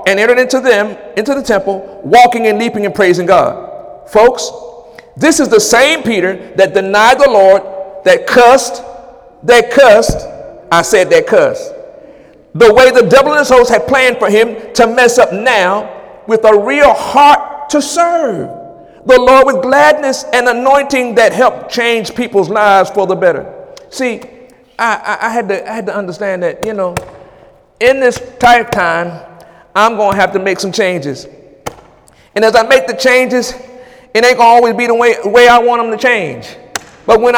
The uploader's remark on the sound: During Wednesday night service on January 10, 2018